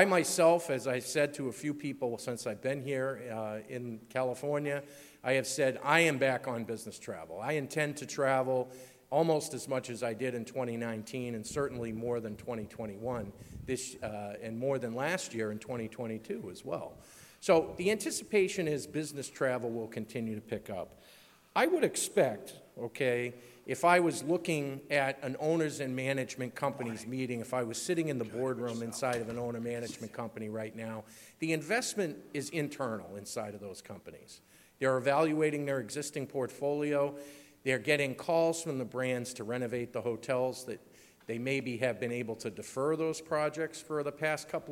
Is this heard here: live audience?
yes